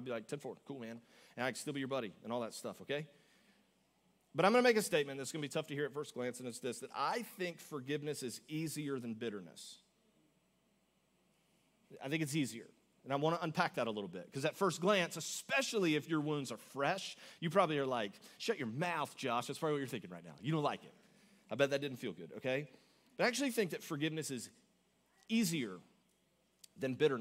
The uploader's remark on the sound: Augustine, Florida. Recorded live on February 18, 2024 at Church On The Rock.